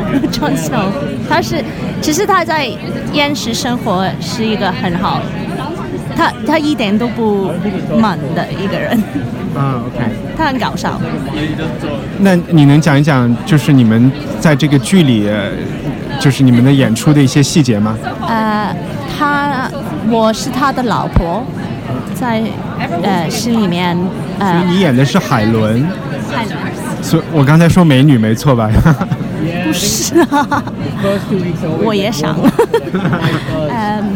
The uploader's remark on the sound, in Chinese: 在爱丁堡看演出。只能用手机在酒吧里录一期不剪辑的人物采访。采访有酒吧背景杂音，权当增添了节日气氛吧。